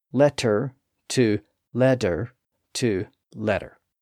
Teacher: the sound evolved from an initial T sound to a D sound, and then to more of a tap in contemporary English